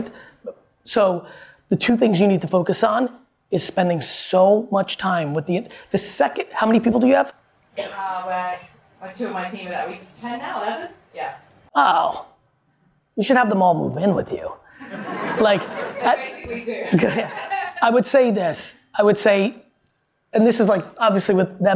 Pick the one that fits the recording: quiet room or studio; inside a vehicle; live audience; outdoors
live audience